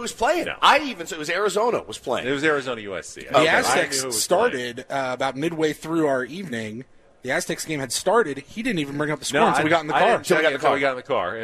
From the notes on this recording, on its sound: live for Day 3 from Padres Fantasy Camp out in Peoria Arizona!